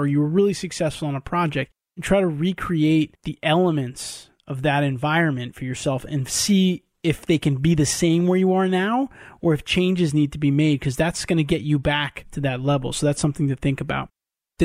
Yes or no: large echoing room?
no